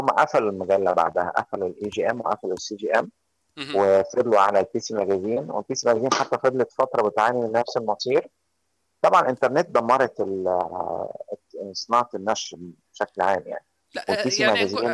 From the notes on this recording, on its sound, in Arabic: أود أن أعتذر عن جودة الصوت مقدماً